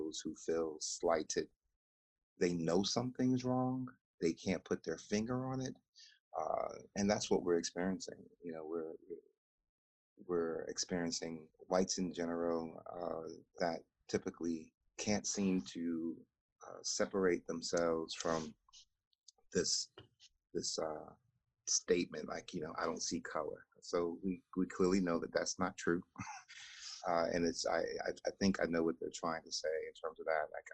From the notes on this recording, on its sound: Good to see you over Zoom